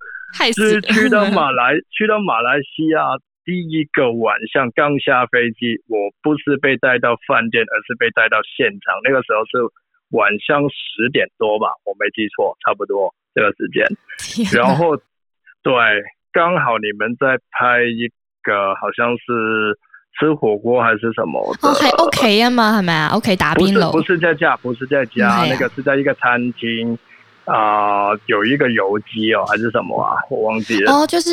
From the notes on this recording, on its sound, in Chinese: 電話訪問香港知名電影美術指導